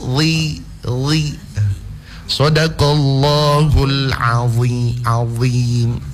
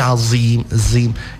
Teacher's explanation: Jadi dia seperti menyebut huruf Zal tapi pangkal lidah dinaikkan. · Shown in: first take · Zhi Zhi Sadaqallahul Azim Azim ya, jangan sampai Azim Zim, itu pindah ke huruf Zain. · Term: huruf Zho